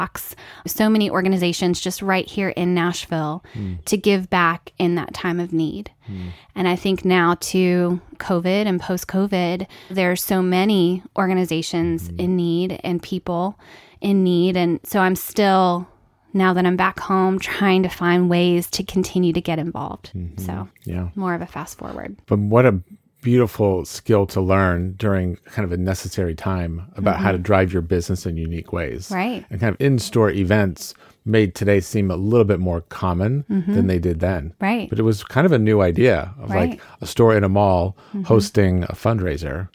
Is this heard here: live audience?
no